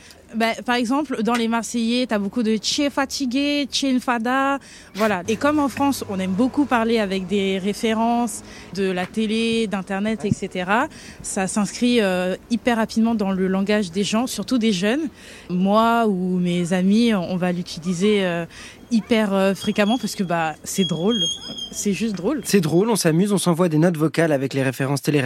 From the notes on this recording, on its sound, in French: Vous avez la parole dans le micro-trottoir de ZoomZoomZen.